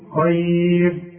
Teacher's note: كل راء يسبقها ياء عند الوقف، خد بالك أنا بقول إيه، عند الوقف رققها